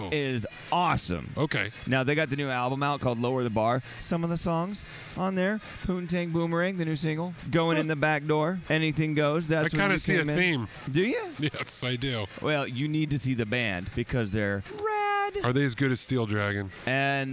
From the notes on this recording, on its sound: At the Shell Eco-Marathon in Detroit. Hit the road and head to the Motor City - Detroit, Michigan for the annual Shell Eco-marathon and the #MakeThe Future Festival.